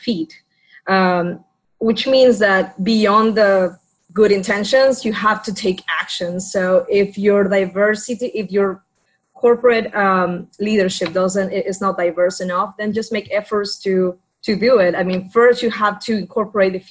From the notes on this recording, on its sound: This episode was recorded from an online event